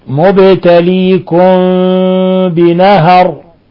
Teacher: الله مبتليكم بنهر، لاحظوا سكون الباء أدى إلى قلقلتها، مبتليكم بنهر، ولما جاء بعد الميم الساكنة حرف الباء كان الحكم التجويدي إخفاء شفوي